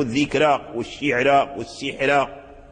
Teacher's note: الراء المرققة دخل شيء من الكسر